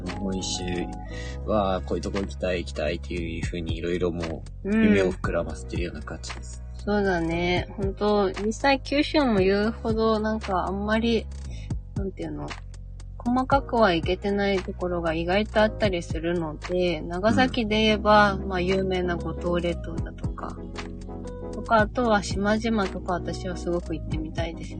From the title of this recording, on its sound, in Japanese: 移動中車内からゆるりとお届け